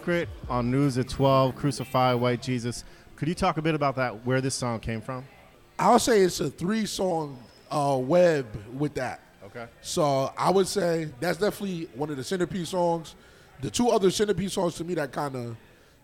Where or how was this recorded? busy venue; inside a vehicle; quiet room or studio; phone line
busy venue